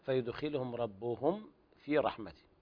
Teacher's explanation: لكن عندك ملحوظة مكررة في قوله تعالى فيدخلهم ربهم في رحمته، هذه الميم تظهر عند الفاء · إظهار شفهي لوقوع الفاء بعد الميم الساكنة